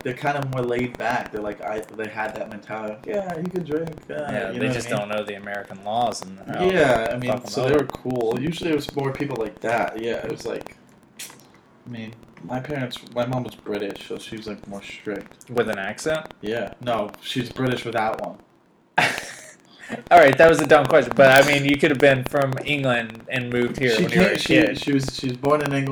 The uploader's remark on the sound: screws up the audio setup in the episode to where it sounds absolutely terrible!